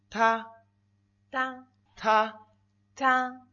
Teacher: La D en chino suena como la T en español, pero la T en chino suena un poco más fuerte.